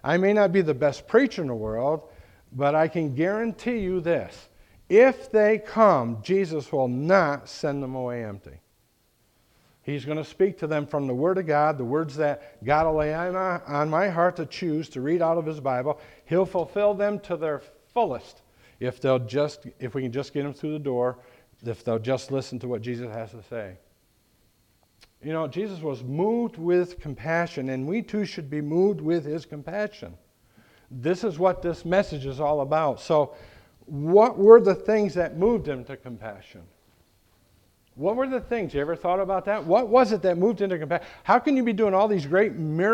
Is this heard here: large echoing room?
yes